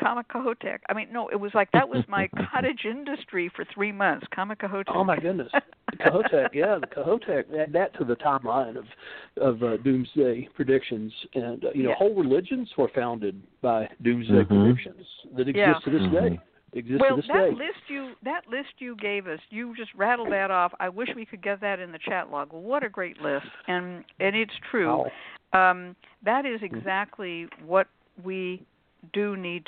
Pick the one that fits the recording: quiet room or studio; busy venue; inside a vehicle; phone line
phone line